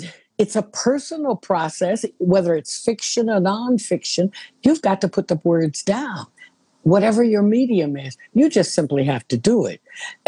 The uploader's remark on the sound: Their conversation, released here as an episode.